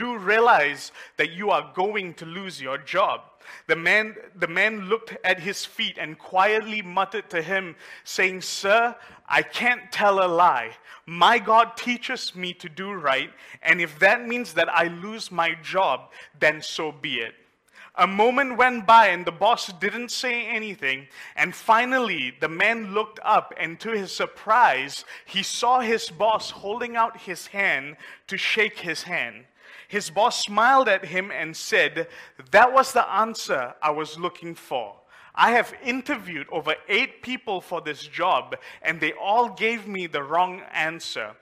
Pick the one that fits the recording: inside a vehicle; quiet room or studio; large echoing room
large echoing room